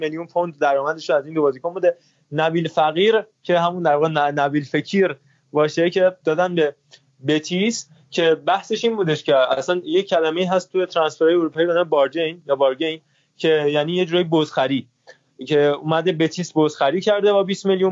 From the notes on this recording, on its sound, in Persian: پیشاپیش عذر ما رو بابت اسکایپی بودن و کیفیت کمتر صدا نسبت به اپیزود های اصلی بپذیرید.